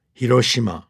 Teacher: For example, we often hear Hiroshima for that first city in the history of the world that got bombed with an atomic bomb. It's pronounced very flat, Hiroshima, not this rhythmic Hiroshima